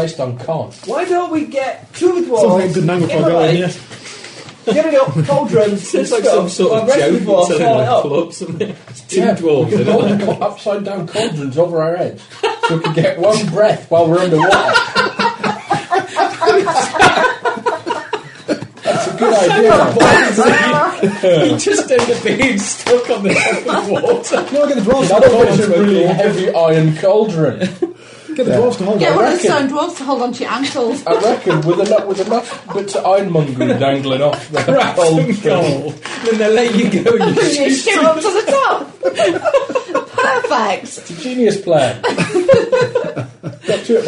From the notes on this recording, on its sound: Recorders go crazy again but thankfully paranoia means that the game is not lost.